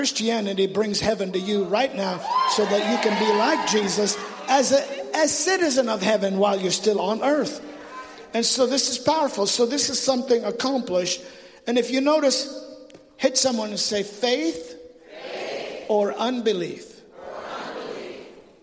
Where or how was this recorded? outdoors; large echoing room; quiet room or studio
large echoing room